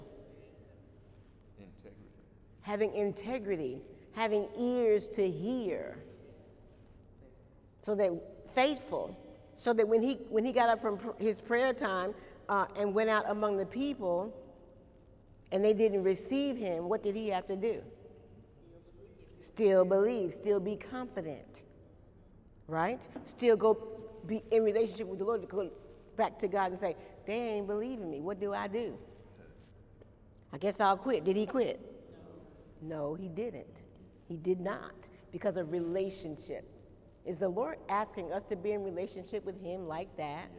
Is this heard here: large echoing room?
yes